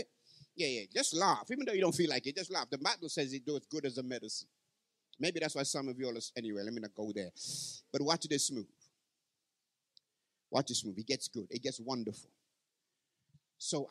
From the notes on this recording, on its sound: Live from Parkside Community SDA Church 2023.